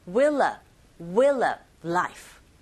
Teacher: Will의 L 사운드 자음, of의 어 모음이죠. 연음 현상이 일어나서 will of life. F가 소리는 V로 나는데 자음 뒤에 또 다른 자음 이렇게 이어질 때는 전치사의 of의 비음 자체가 약화됩니다.